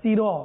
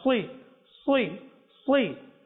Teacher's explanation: হরফে মুস্তালির হরফ এটা ভারী হবে, মোটা হবে · Shown in: second take